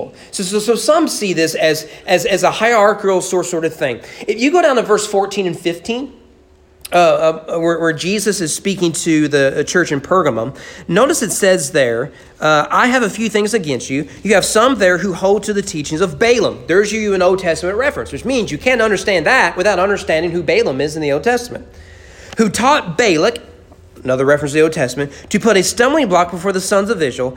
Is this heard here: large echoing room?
yes